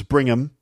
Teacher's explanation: th either gets dropped. So bring them becomes bring 'em